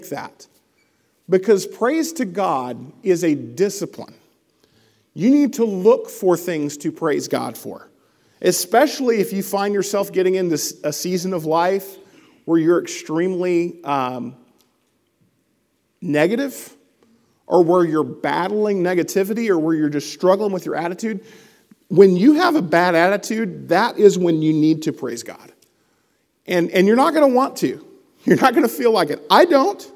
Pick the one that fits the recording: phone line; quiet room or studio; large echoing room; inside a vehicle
large echoing room